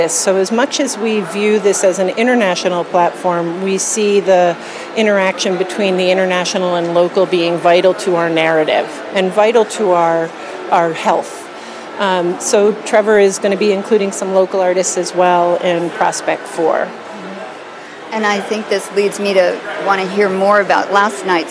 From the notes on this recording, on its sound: Live from Untitled Art Fair - Prospect 4 New Orleans